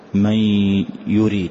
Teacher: فيه بغنة بينمو علما، يعني حروف الإدغام بغنة أربعة مجموعة في قولهم ينمو، يا مثل من يريد أدغمها وأظهر الغنة فأحذف النون تماما وأتي بغنة